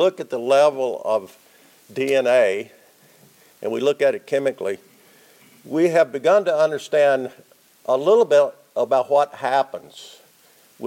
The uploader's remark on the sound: This is the first in a series of presentations given at the 2022 Tri-State Dairy Nutrition Conference.